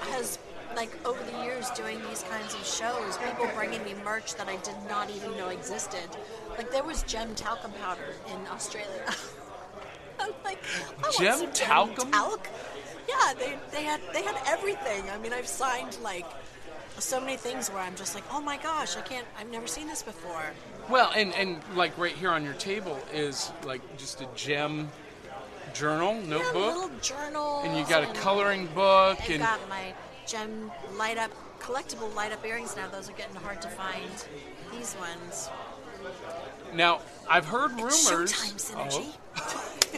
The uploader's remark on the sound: Live from the Clarksville Anime, Comic & Toy Con.